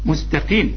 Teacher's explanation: القاف المكسورة اخر درجات التفخيم